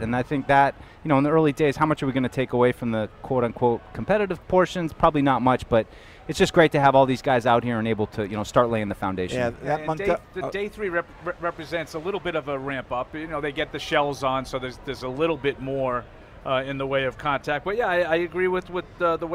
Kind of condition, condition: setting, busy venue